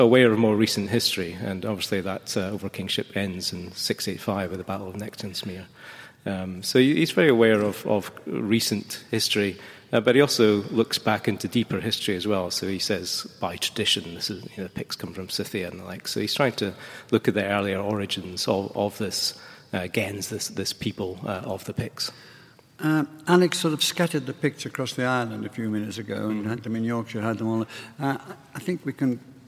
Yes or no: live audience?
yes